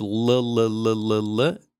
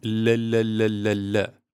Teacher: So to make that change, you have more of your tongue touching the roof of your mouth behind your teeth · Shown in: second take · to get l as opposed to l. · Term: soft L